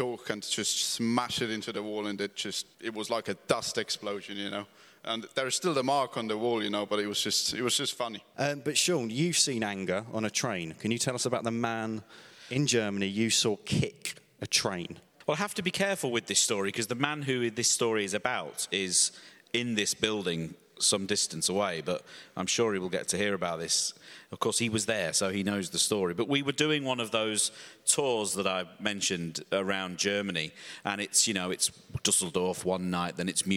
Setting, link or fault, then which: setting, live audience